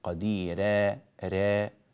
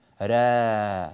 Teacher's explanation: نرقق الراء أيضا من غير أن نقللها · Shown in: second take · لا نقول قديرا، بعض الناس يقول كده قديرا را، هذا تقليل، را هذا هو الفتح، الراء مفتوحة وليست مقللة.